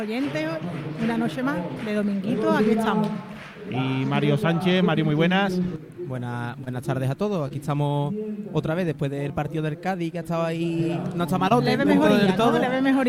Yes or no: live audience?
yes